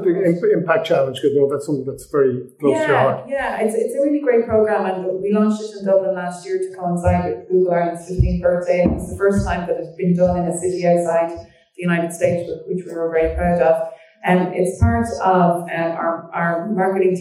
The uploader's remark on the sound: Apologies for audio quality